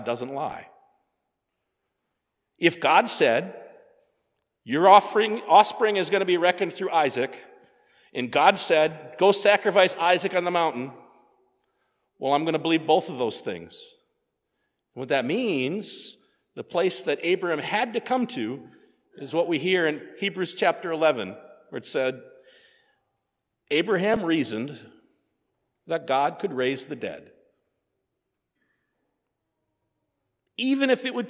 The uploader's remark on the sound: sermon preached at Faith on Feb 18, 2024